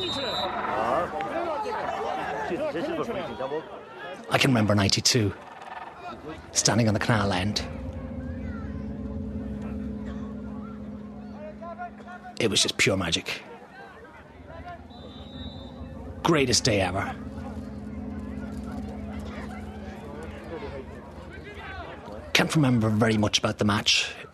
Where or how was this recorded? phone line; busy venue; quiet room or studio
busy venue